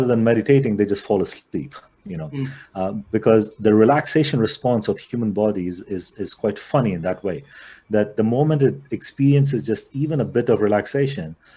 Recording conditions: video call